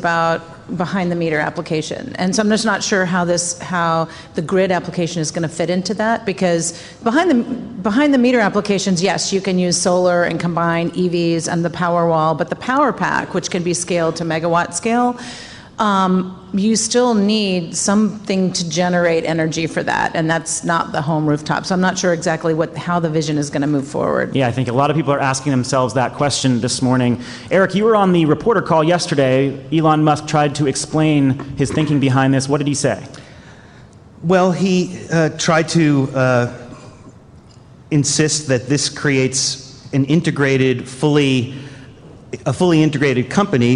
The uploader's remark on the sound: This week, we're coming live from GTM's Grid Edge World Forum.